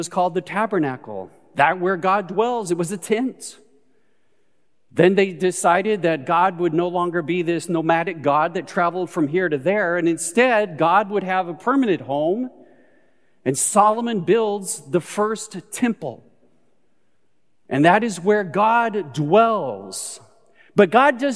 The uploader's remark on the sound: Recorded live at Beatitudes Church in Phoenix, AZ.